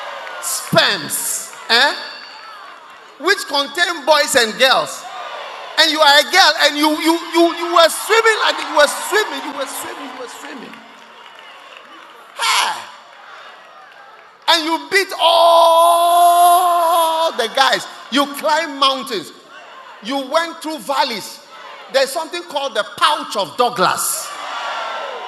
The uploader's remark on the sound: Preached at The First Love Christmas Day Service, First Love Center. Accra.